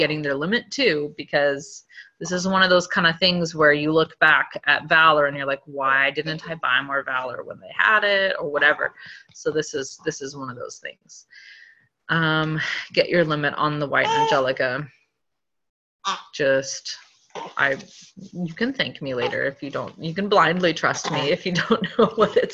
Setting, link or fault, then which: link, video call